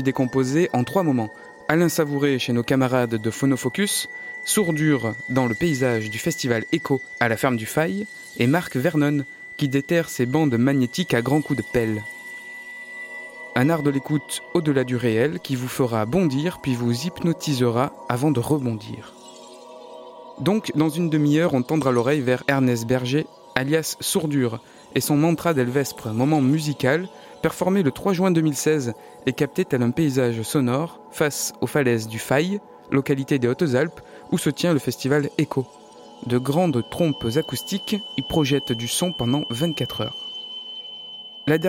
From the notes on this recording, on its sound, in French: Moment musical performé le 3 juin 2016 et capté tel un paysage sonore face aux falaises du Faï, localité des Hautes Alpes où se tient le festival Echos. De grandes trompes acoustiques y projettent du son pendant 24H.